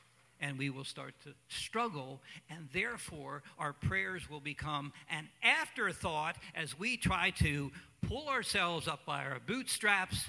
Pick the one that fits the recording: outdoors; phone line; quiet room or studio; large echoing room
large echoing room